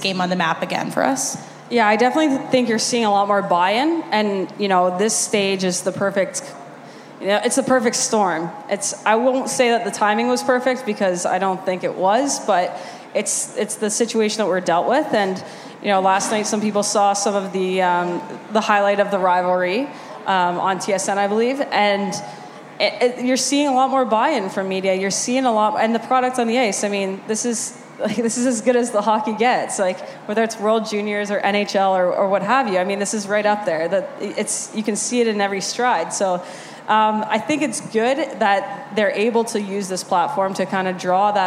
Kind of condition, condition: setting, busy venue